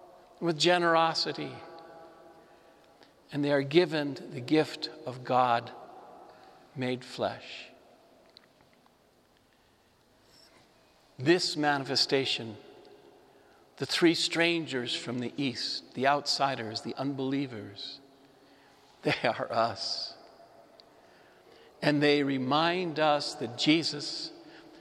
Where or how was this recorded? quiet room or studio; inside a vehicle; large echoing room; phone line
large echoing room